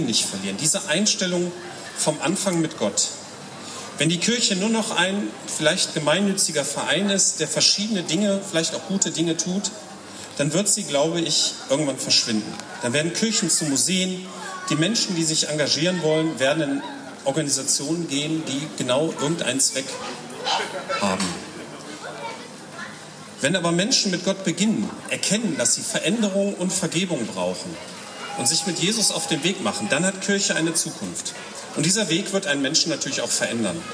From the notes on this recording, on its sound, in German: Predigt auf dem Stadtfestgottesdienst